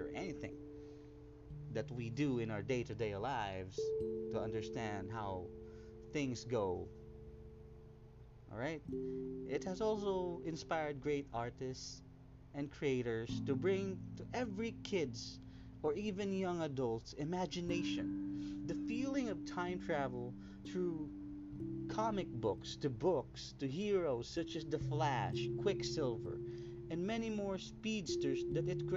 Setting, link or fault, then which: fault, uneven or low level